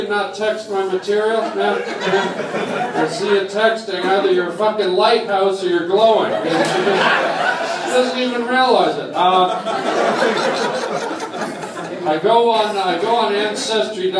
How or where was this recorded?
live audience